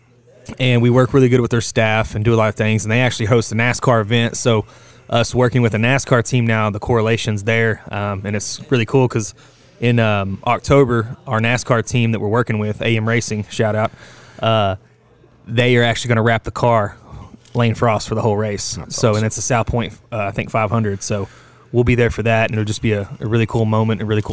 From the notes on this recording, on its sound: Live from the Lane Frost Brand booth in Guthrie, Oklahoma at the Bullnanza Xtreme Bulls Event